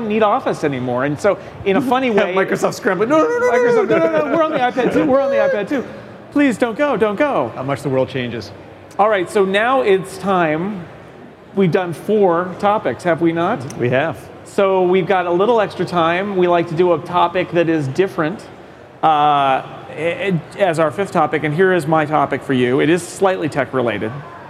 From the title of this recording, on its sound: Live from Macworld/iWorld